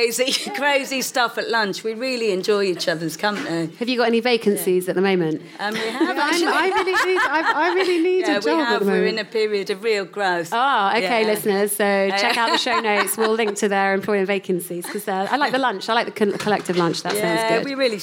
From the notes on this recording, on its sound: For this special live episode, recorded at White City House